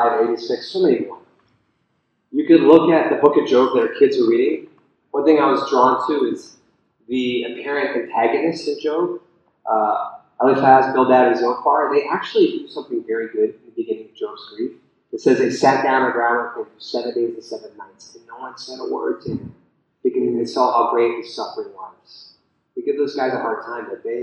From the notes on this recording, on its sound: the audio is a bit spotty.